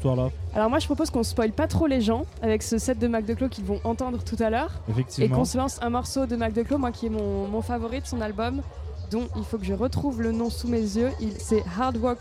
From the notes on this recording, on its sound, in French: Ce week-end on est en territoire Landais au Little Festival. Ce week-end on est en territoire Landais au Little Festival pour quelques jours a se mettre au vert (ou pas).